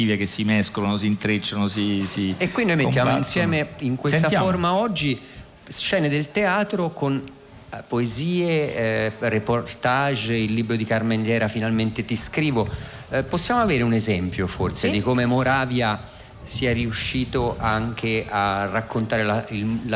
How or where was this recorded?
outdoors